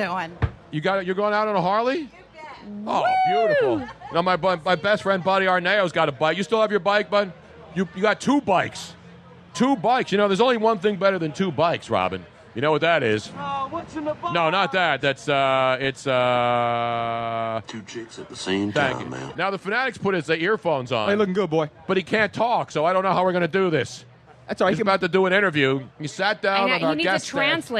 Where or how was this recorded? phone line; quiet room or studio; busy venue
busy venue